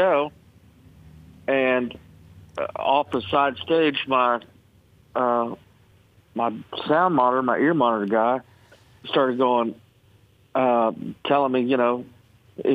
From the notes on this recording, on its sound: called into the show this morning